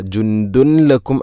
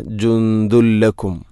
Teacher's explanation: ജുന്ദുൻ, അതുപോലെ ദാലിൽ തൻവീനാണ്, ശേഷം ലാം, ഇദ്ഗാം ബിലാ ഗുന്ന. തൻവീനിനെ ലാമിലേക്ക് കൂട്ടിലയിപ്പിക്കണം, അപ്പോൾ നൂനിൻ്റെ ശബ്ദം കേൾക്കൂല · Shown in: second take · ജുന്ദുൻ എന്ന ശബ്ദമില്ല, ജുന്ദുൻ ലക്കും അല്ല, ജുന്ദുല്ലക്കും.